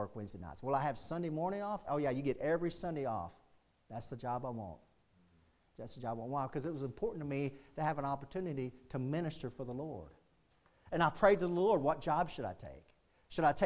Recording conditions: large echoing room